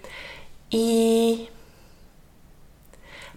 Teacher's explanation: the inside of the mouth is going to be quite tense, with the tip of the tongue pushing forwards a little bit inside the mouth